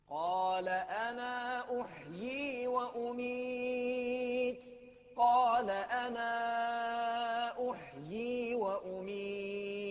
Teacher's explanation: لقالون بالمد حركتين أو أربع حركات أو التوسط